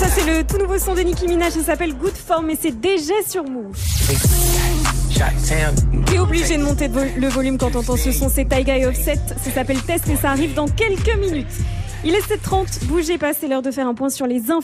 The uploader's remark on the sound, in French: Good Morning Cefran en direct de lycée Gustave Eiffel à Bordeaux